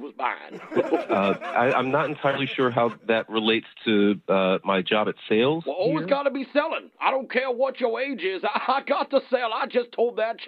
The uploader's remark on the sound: Phone Tap: Paternity Leave Roulette.